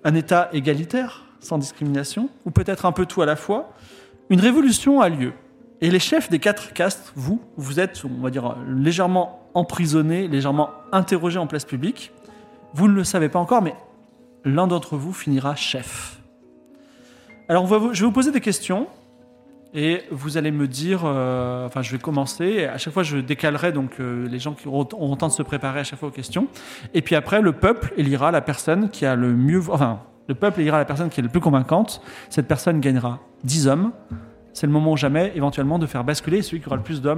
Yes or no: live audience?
yes